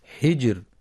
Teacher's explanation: الراء في والفجر، عشر، والوتر، يسر لسكونها بعد ساكن مسبوق بفتح، وترقق في حجر لسكونها بعد كسر